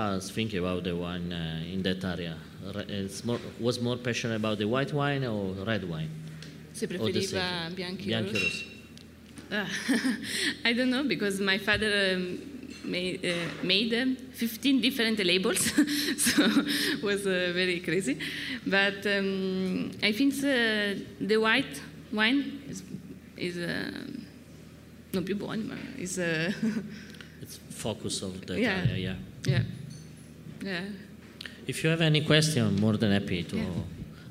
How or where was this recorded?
busy venue